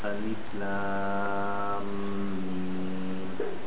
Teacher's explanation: remember the meme when you do the idgham, it has a shadda on it. So, Lam Mim, it will be two beats on it.